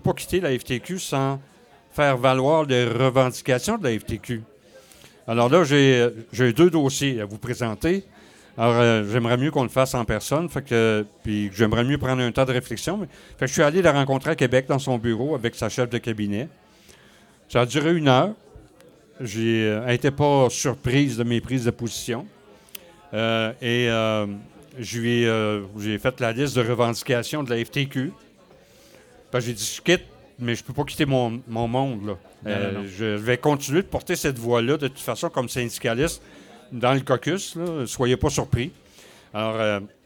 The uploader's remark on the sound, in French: A été enregistré devant public au Broue-Pub la Perdrix.